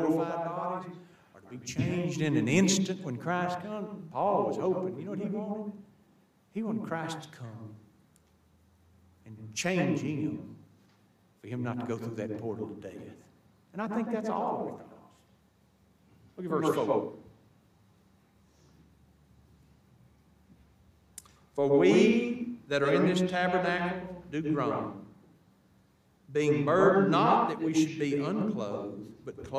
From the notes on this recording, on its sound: THE AUDIO HAS A BAD ECHO, BUT CAN STILL BE HEARD. We apologize for this issue due to a software glitch.